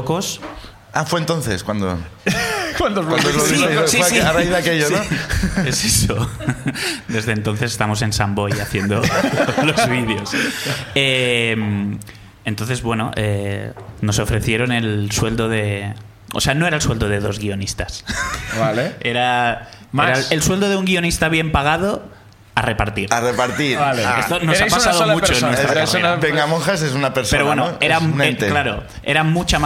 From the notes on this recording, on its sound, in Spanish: El público sube a contarnos una ruptura, unos audios extraviados, un 2020 con altibajos y un mono de Zaragoza.